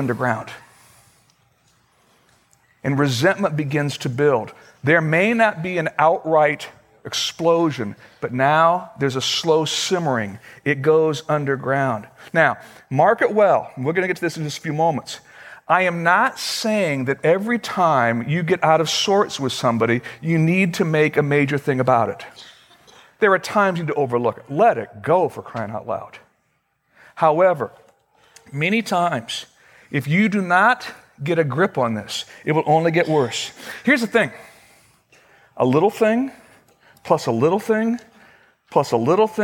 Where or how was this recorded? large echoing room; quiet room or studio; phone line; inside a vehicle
large echoing room